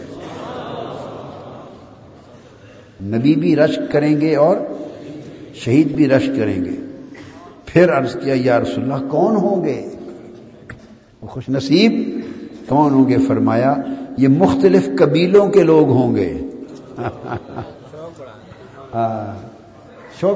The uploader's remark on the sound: Place: Itikaf City, Lahore. A speech delivered at I`tikaf City Baghdad Town (Township) Lahore.